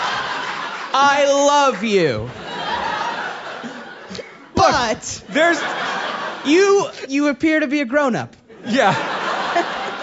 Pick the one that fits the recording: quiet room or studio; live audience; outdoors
live audience